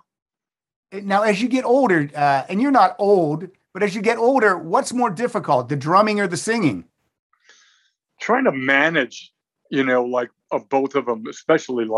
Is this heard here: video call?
yes